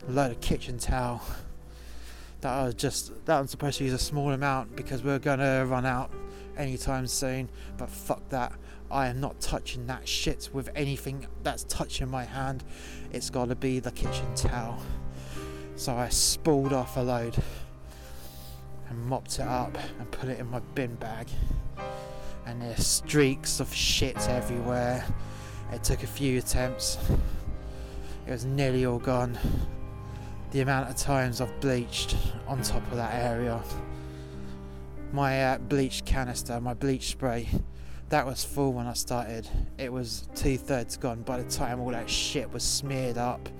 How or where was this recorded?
outdoors